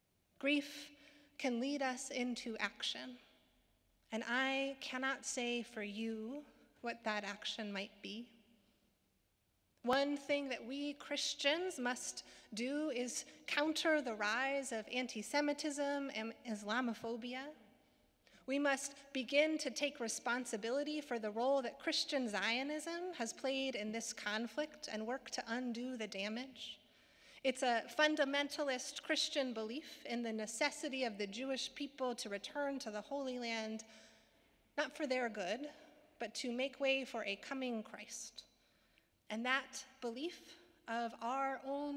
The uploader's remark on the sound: Sermons from Old South Church in Boston